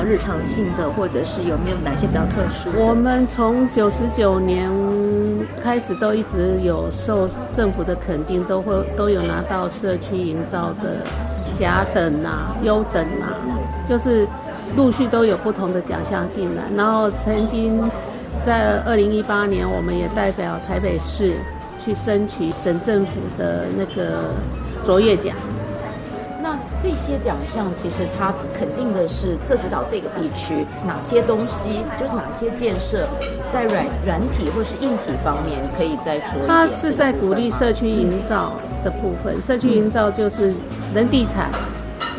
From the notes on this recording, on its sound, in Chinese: 節目真正首次全程外景錄製，完全融進在地各種聲音。特別結伴來到社子島。